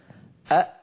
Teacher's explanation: نطقت همزة مفتوحة يتلوها همزة ساكنة، العرب لا تقول أ، إن وجد في كلامهم قالوا أ، يعني يبدلون الثانية ألفا. · Term: همزتين ثانيتهما ساكنة